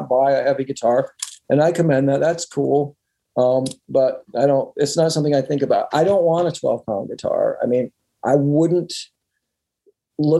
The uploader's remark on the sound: remote ZOOM